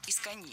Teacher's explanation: Это наречие имеет ударение на последнем слоге